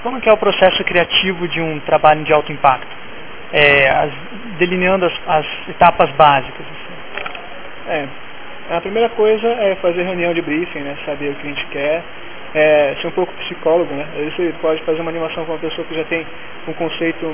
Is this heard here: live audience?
no